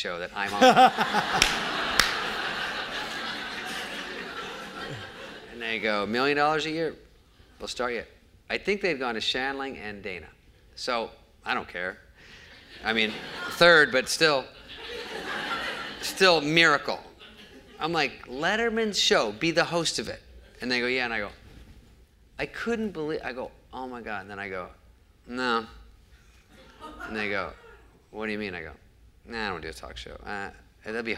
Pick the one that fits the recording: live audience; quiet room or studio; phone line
live audience